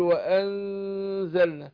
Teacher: فهنا برقق الغنة، غنة النون هنا اقول وأنزلنا، لان النون بتخرج بالخشوم في حالة الاخفاء. · Term: غنة الإخفاء